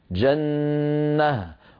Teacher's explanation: أحذف التنوين وأقلب التاء إلى هاء وأقف بهاء ساكنة. جنة، ولا أقول جنة مثلا. · Term: هاء التأنيث